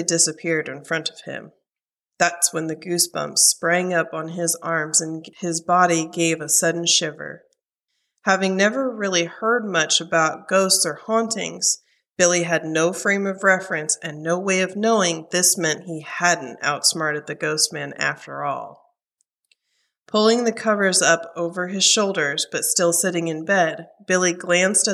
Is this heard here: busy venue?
no